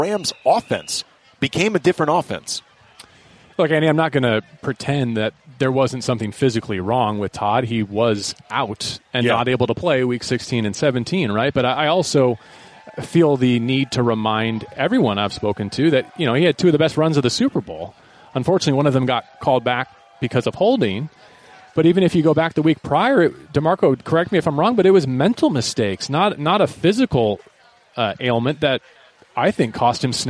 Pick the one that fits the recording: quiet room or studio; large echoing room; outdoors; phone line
outdoors